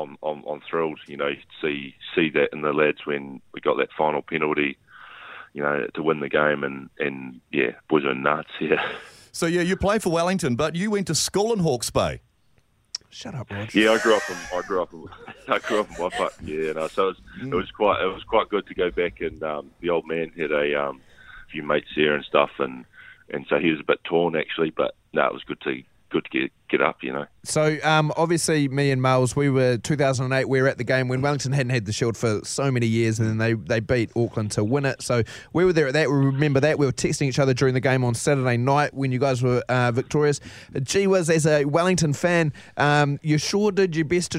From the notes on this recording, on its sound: joins us on the phone